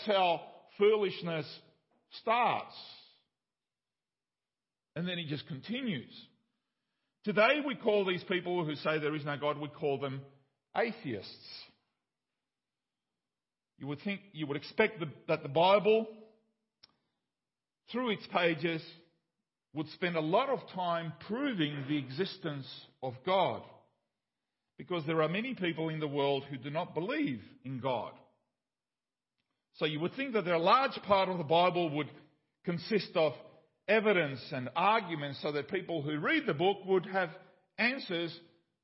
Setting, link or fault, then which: setting, large echoing room